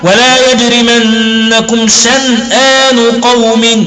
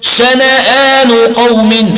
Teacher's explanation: أي أنه قرأ الإمام ابن عامر وشعبة بإسكان النون في كلمة شنآن · Shown in: first take · طبعا النون مفتوح، ولا يجرمنكم شنآن، هم سيقرؤون بالإسكان.